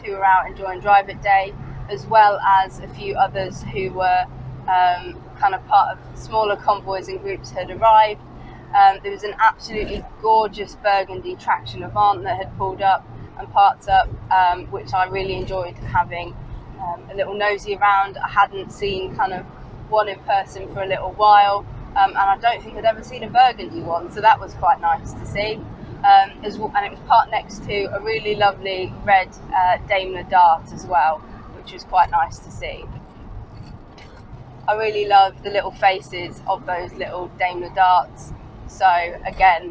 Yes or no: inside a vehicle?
yes